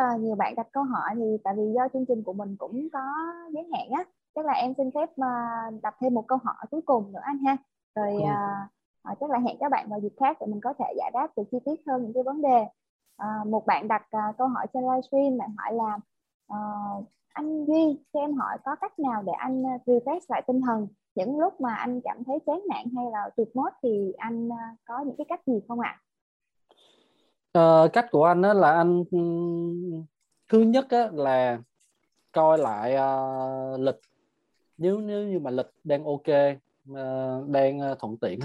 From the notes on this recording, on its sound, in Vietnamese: Nội dung âm thanh này đã được Arena Multimedia ghi âm lại từ nền tảng ứng dụng Zoom trong sự kiện Online Talkshow